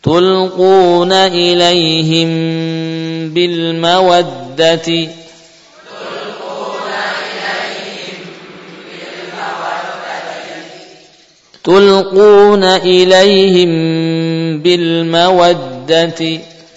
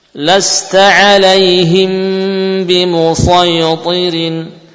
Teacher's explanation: Jadi bibir tetap merapat. Gunahnya saja yang memanjang. Menjadi gunah yang kamil. · Term: ikhfa syafawi